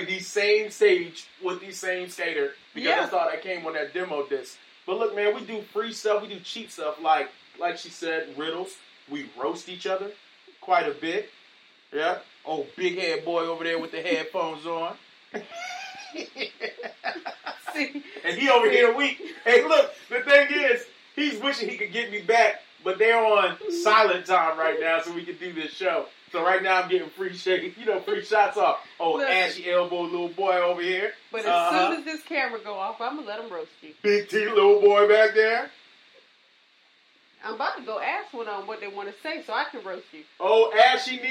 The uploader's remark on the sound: Rough Audio from our Live Sessions